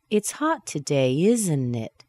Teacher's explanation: By going down and making that statement kind of intonation, I'm not asking you what you think. I want you to agree with me.